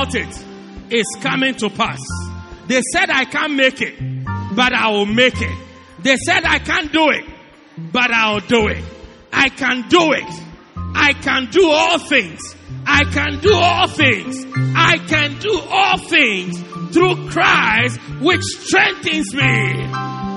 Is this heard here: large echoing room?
yes